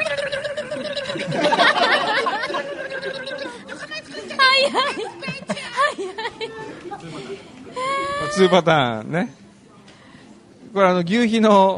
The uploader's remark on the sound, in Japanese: HUMOR MARKET by A-net MARK IS みなとみらい店 ！スタジオを飛び出し公開収録を行いました。